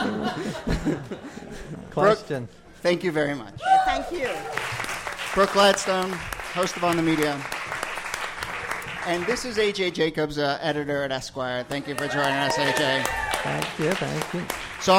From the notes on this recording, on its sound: Ask Roulette is a conversation series in which strangers ask each other questions on stage. This excerpt is from our December event at Housing Works Bookstore in New York City.